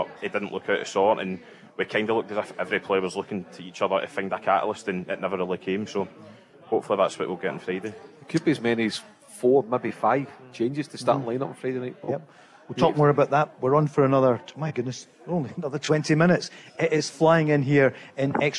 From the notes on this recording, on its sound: live from The Radisson Red